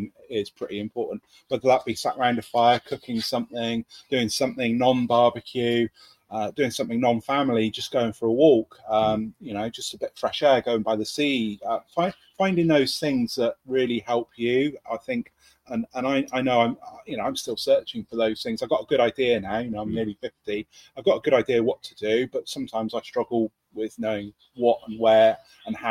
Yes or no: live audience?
no